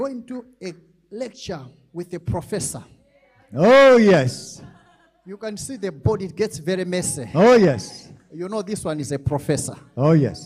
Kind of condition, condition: setting, large echoing room